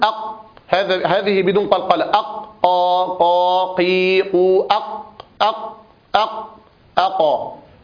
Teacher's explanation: وكلها شديدة مجهورة، فيها انحباس لجريان النفس، وحينئذ نسمع لها اهتزازا أو زميرا كما ذكرنا في صفة الجهر، ونسمع لها أيضا انحباسا للصوت في · Term: أحرف القلقلة الخمسة